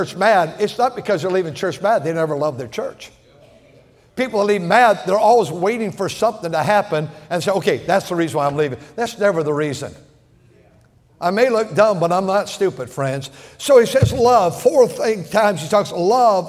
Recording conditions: large echoing room